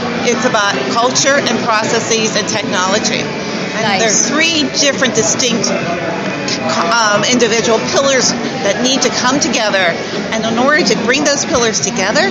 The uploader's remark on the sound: on location at Real Time Marketing Labs 2013